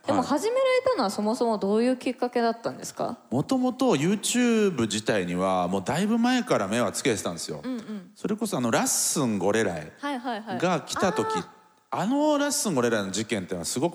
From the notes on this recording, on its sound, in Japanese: TOKYO FMの番組「マスメディアン 妄想の泉」。番組初となる公開収録の模様をお届けしました。